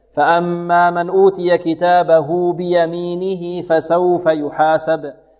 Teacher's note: هاء ضمير توصل في حالة الوصل بياء لفظية، لماذا؟ لأنه وقف بين متحركين.